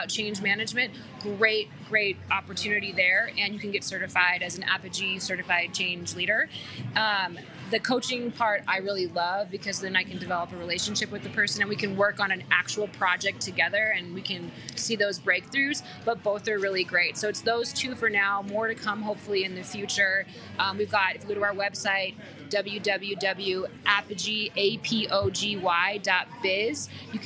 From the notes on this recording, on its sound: On this LIVE Club House conversation. Live in a coffee shop. Club House convo.